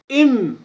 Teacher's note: الميم يكون مخرجها بانطباق الشفتين